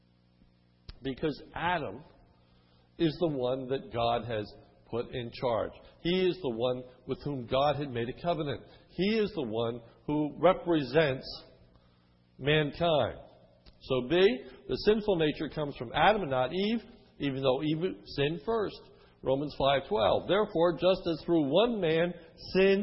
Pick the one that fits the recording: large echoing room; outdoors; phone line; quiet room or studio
large echoing room